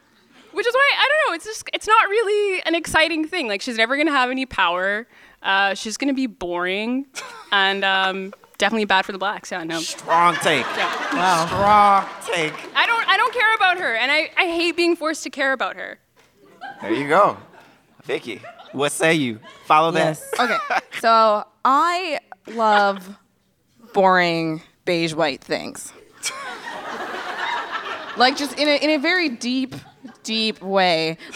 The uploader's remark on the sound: from our Toronto live show